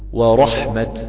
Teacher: فإذا وقفت على تسكين حرف التاء المبسوطة جئت فيها بالهمس · Term: همس التاء